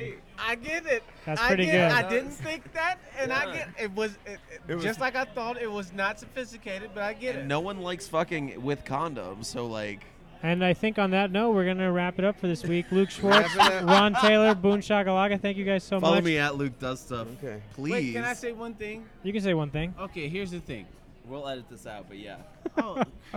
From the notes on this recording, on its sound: Recorded Mondays at The World Famous Comedy Store.